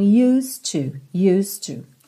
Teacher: Você não fala used, esse é não é pronunciado. E o D já faz um som ligadinho no T do to.